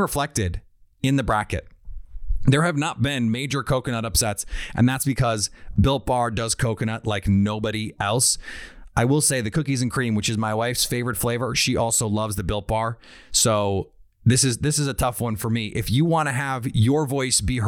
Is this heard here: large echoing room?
no